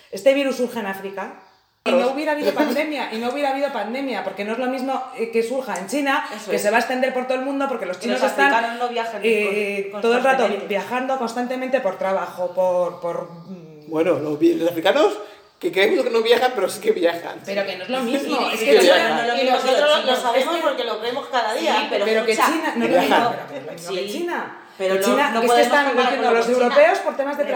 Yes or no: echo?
yes